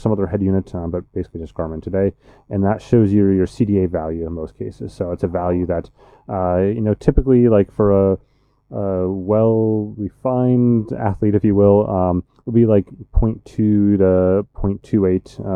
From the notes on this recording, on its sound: Episode 219 of the Ask a Cycling Coach Podcast is live from Eurobike!